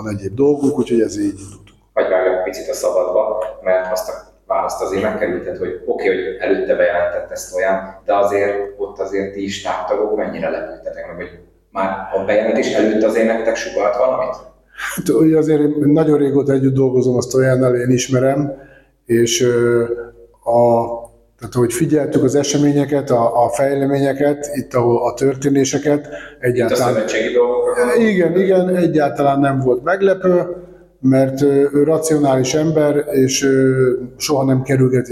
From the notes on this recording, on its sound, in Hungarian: A hangminőségért elnézést kérek